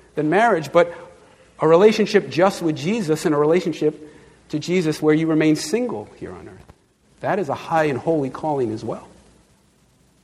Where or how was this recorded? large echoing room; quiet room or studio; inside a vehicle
large echoing room